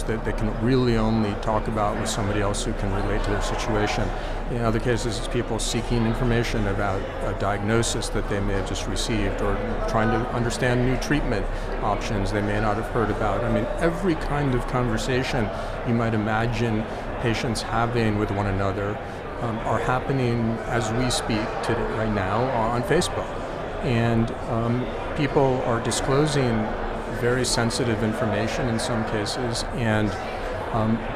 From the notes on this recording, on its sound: recorded at HLTH in Las Vegas